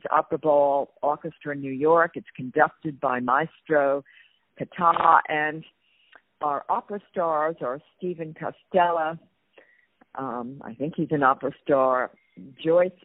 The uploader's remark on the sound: On the phone